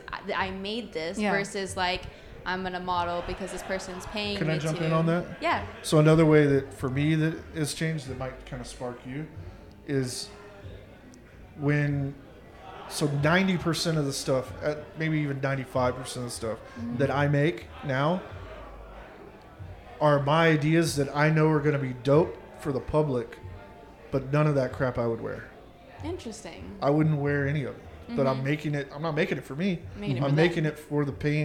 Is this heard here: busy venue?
yes